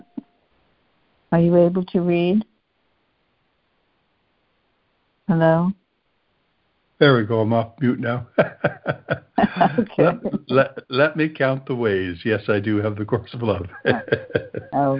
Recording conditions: phone line